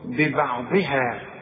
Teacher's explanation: لا، البه دي والبه دي مرققة، والعين دائما مرققة بالدعبع كده، الضاد هي اللي مضخمة ومكسورة، ببعضها، والهاء والمد مرققين.